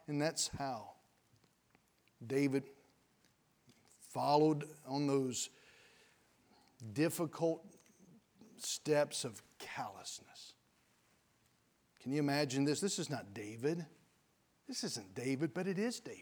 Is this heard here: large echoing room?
yes